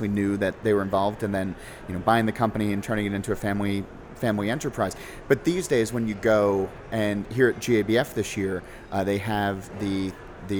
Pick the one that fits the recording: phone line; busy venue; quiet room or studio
busy venue